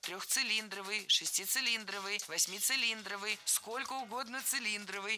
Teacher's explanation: Всегда ударение ставим на слог «ли», как и в исходном прилагательном без первой части цилиндровый.